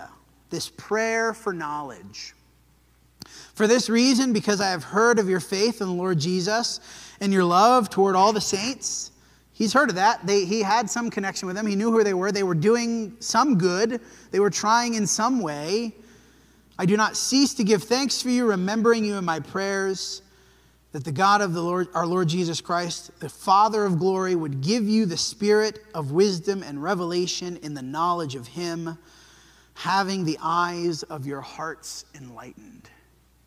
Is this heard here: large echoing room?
yes